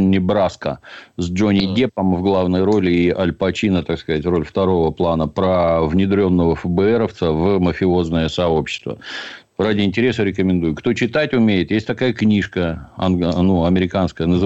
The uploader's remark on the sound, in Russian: По телефону.